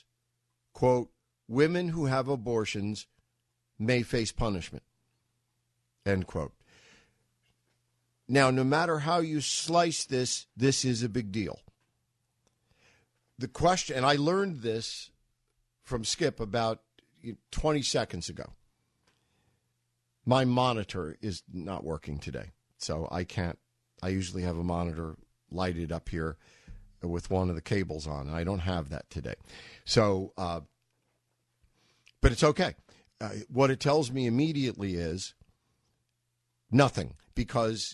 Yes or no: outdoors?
no